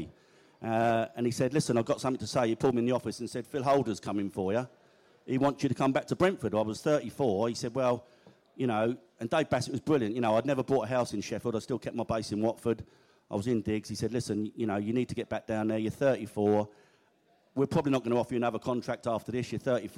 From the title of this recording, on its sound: Q&A At The Beesotted Social in the Pub